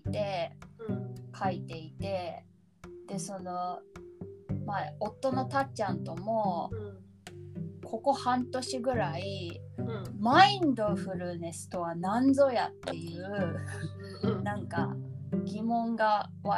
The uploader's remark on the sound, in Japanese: 初回のためボリューム調整もままならず、お聞き苦しい点もありますが